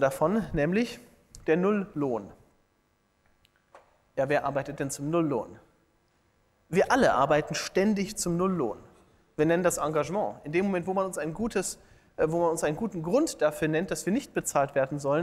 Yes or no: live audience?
yes